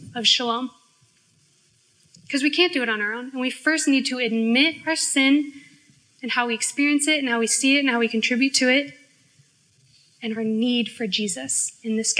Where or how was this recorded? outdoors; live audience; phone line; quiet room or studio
live audience